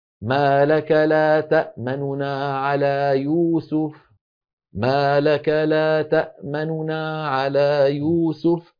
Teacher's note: وبالنسبة للروم كما ذكرنا يكون بخفض الصوت مع السرعة، وبالتالي النطق يكون بنونين، وبالتالي لا تطويل للغنة، ما لك لا تأمننا على يوسف، ما لك لا تأمننا على يوسف، بنونين أولاهما صوتها منخفض وفيه شيء من السرعة · Term: اختلاس